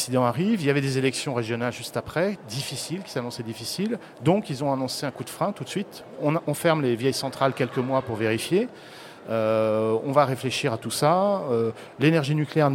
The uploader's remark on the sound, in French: enregistrée lors du salon planète durable en Avril 2011